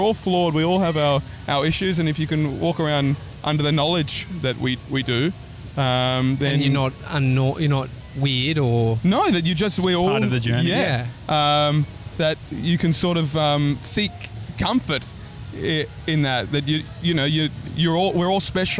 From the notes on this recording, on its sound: a chat on a park bench in New York City's famous Washington Square Park